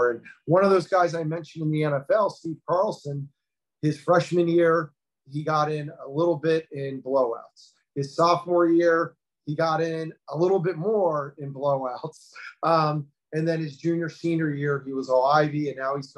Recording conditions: video call